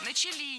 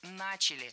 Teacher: Должно быть «начали». Ударение в этом слове падает на первый слог. · Shown in: second take